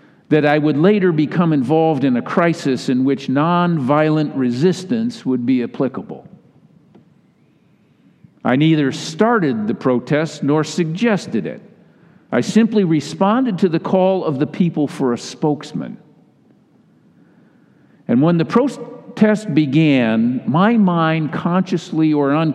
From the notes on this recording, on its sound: delivered in all three Sunday services.